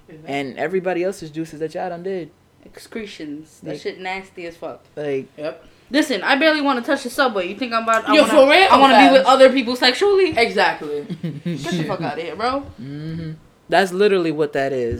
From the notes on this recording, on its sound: WARNING: ALL HEADPHONE USERS PLEASE TURN YOUR VOLUME DOWN. THERE ARE CERTAIN POINTS IN THIS PODCAST WHERE IT GETS VERY LOUD.